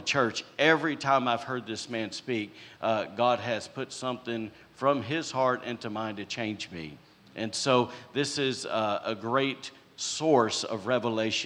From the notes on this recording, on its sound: was recorded on Sunday, September 25th, 2022, during service at The Anchor Church in Rockport, Maine.